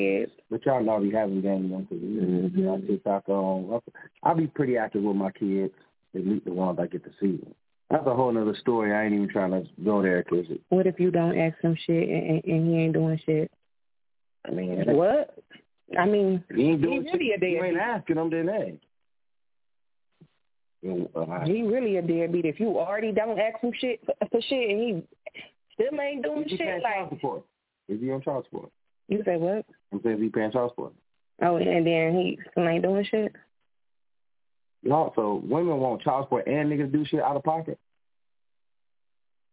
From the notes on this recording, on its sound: Keeping It A Buc Live On iFM Radio. Answering your calls live on the air.